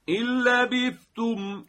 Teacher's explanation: دیدید فقط ما تشدید آوردیم، دیگه نه مکس کردیم نه صدا تو دماغی شد، همون صدای دهنی معمولیه · Term: ادغام بلا غنه